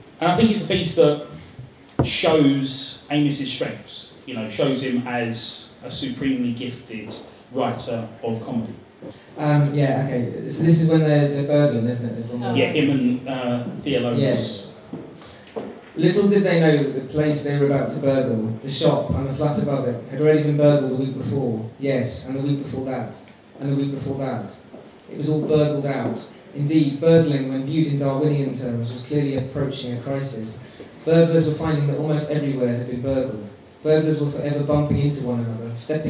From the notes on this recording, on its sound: A live panel discussion